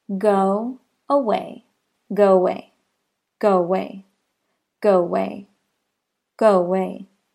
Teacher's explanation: Since go ends on your lips, in the forward position, a W sounds natural, leading into the next vowel. · Term: glide